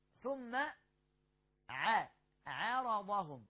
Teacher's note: قلنا ثم عارضهم، بص بقى العين مرققة، الراء والضاد مفخمين، الراء والضاد مفخمين والعين مرققة، فأهم حاجة عندنا نحن نخلص المرقق من المفخم.